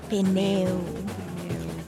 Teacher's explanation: It's, I think that in English, the first vowel is usually, in a diphthong, is usually pronounced a little bit shorter. But in Portuguese, it's both vowels are pronounced the same way, like pneu, the same amount of time for both.